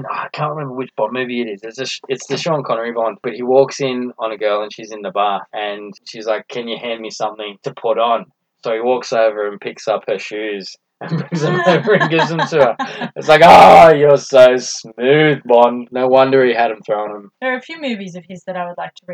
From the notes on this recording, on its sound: We apologise for the sound quality in this recording we are still learning and getting things right....